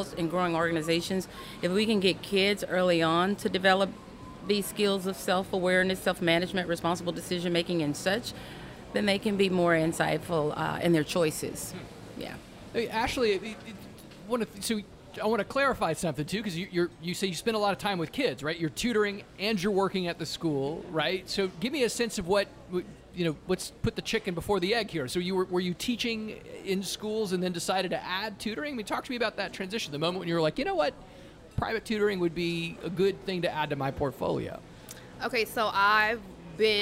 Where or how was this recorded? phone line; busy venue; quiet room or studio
busy venue